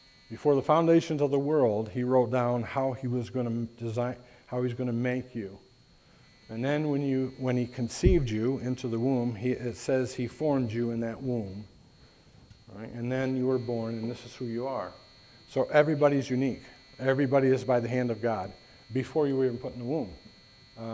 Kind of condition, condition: setting, large echoing room